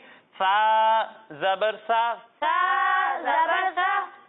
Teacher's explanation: جب ہم فا کی ادائیگی کریں گے تو اس میں سیٹی کی آواز نہیں آئے گی، اور جب ہم سین کی ادائیگی کریں گے تو اس میں سیٹی کی آواز آئے گی، اور جب ہم صاد کی ادائیگی کریں گے تو اس میں بھی سین کی طرح سیٹی کی آواز تو آئے گی، لیکن اسے ہم موٹا کر کے پڑھیں گے کیونکہ یہ حروف مستعلیہ میں سے ہے.